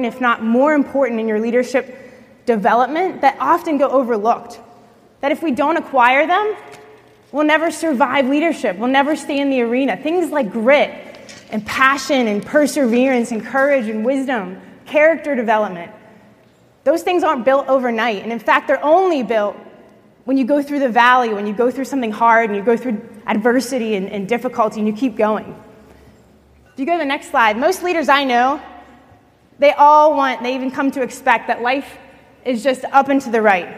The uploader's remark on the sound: At the L3 One Day Leadership Conference.